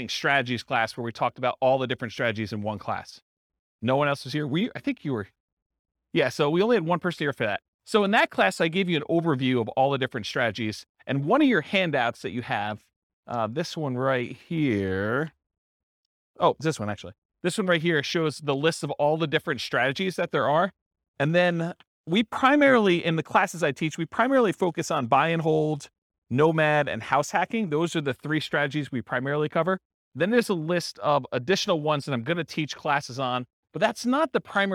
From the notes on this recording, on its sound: This was a live class recorded